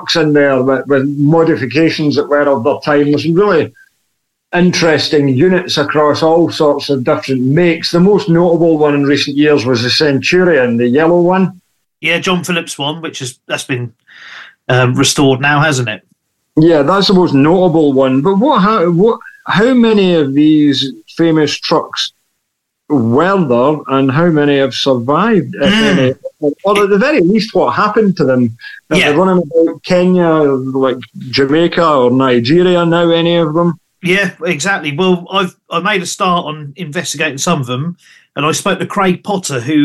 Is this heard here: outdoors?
no